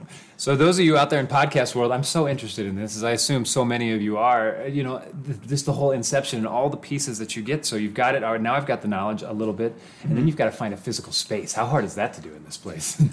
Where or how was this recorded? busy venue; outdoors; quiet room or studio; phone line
busy venue